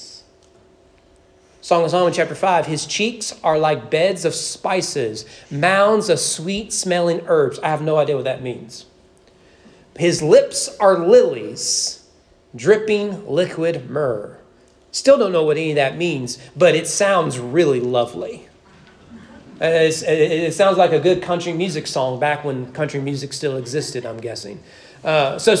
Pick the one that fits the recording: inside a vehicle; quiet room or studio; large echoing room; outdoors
large echoing room